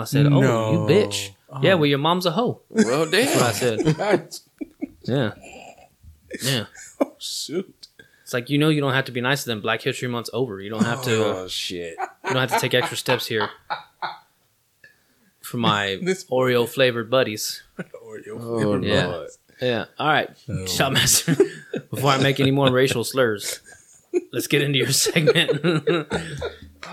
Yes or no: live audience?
no